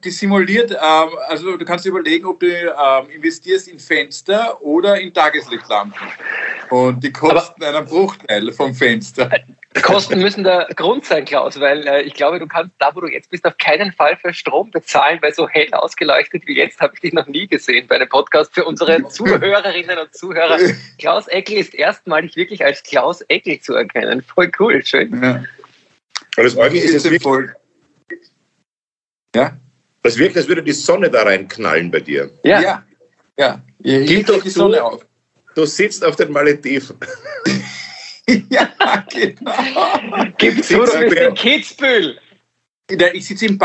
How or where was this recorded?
video call